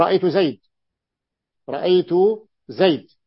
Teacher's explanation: ربيعة المعروف أنها تقف بالسكون